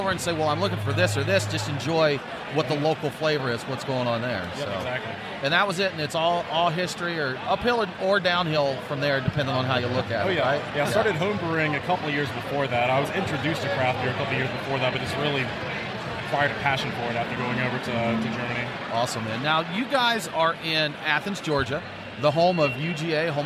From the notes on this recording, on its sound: live from the (very noisy) Classic City Brew Fest